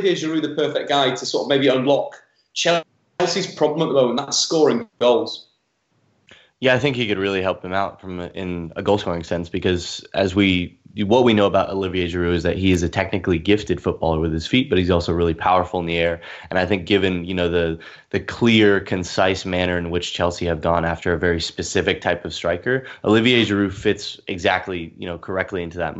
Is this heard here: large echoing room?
no